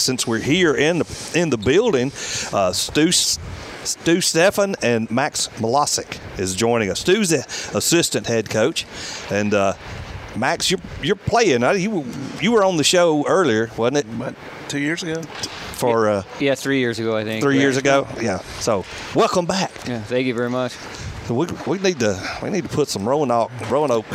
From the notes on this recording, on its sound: Live at the VBC with the Huntsville Havoc.